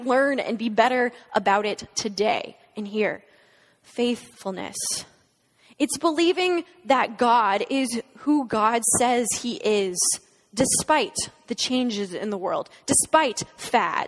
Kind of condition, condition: setting, large echoing room